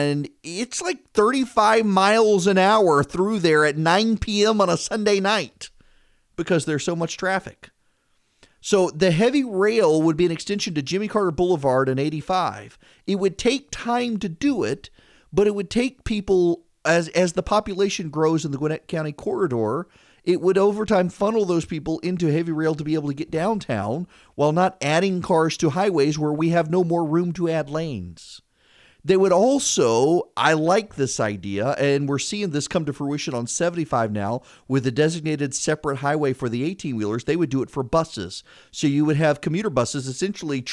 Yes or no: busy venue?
no